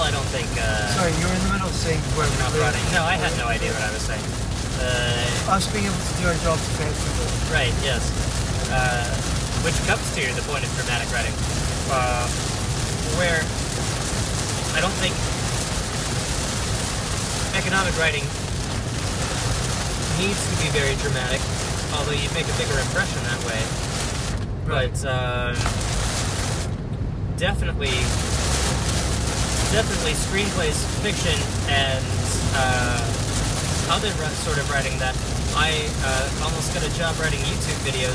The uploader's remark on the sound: We try to record while driving in the rain.